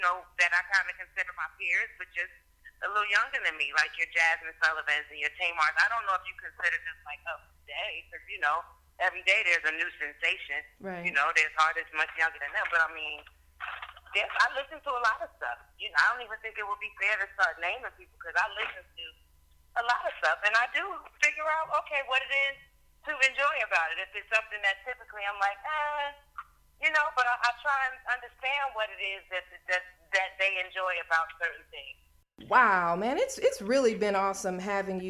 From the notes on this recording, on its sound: chats on the phone